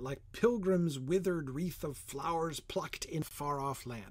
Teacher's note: I think that flowers is supposed to be one syllable